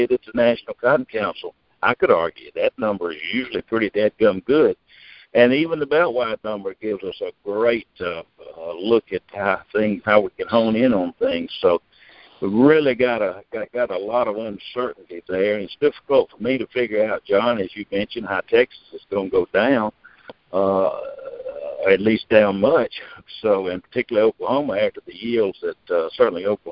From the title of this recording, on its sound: Monthly Conference Call